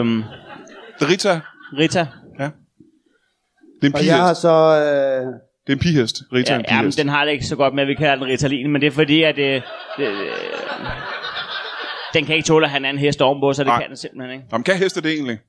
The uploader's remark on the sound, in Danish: LIVE fra Ramsømagle. Endelig tilbage i Ramsømagle foran et levende publikum.